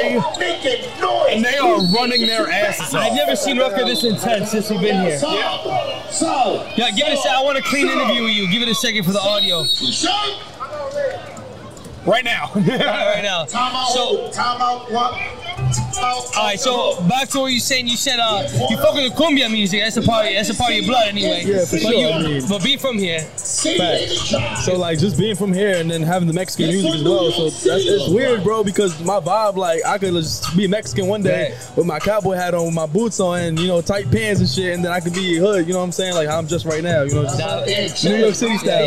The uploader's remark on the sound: Live from Rucker Park on 8/3/23!